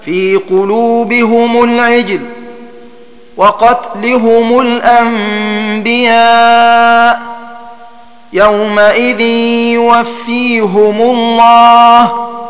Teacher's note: ولا يخفى أنه يسكن الميم عند الوقف، ثم ذكر أن المرموز لهما بالشين وهما حمزة والكسائي قرأ بضم كسر الهاء مع ضم الميم في حال الوصل إذا وقعت الهاء بعد حرف مكسور أو ياء ساكنة كالأمثلة المذكورة، وذلك في حال الوصل فقط. · Term: ضم الهاء